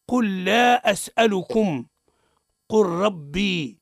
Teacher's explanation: تدغم لام الفعل في اللام والراء · Term: الإدغام